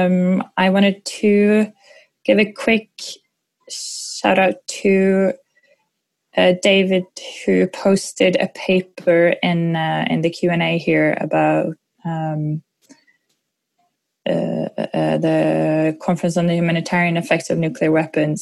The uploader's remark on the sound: Webinar